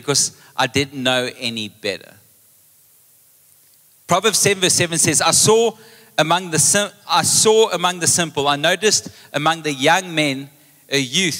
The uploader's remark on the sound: Recorded live on Sunday the 16th April 2023